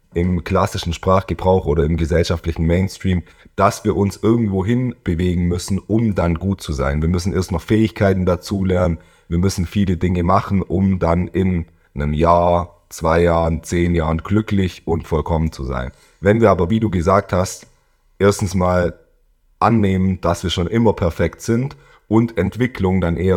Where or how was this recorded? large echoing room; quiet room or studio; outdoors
quiet room or studio